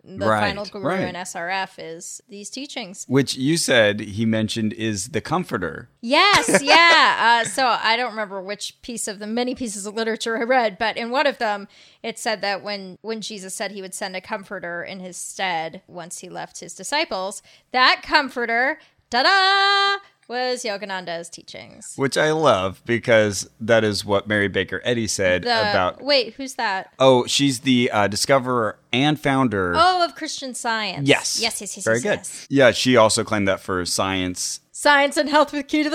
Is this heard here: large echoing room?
no